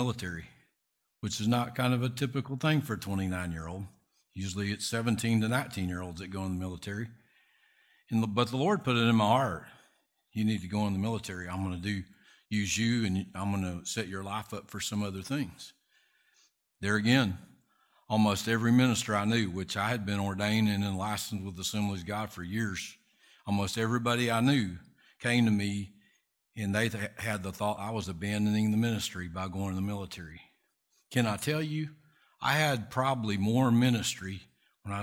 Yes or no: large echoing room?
yes